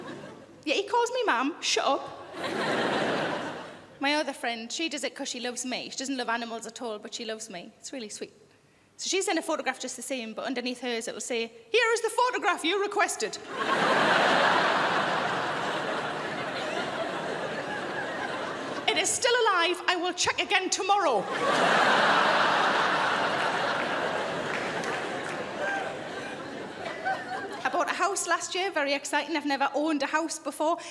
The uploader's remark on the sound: Melbourne International Comedy Festival 2013 Gala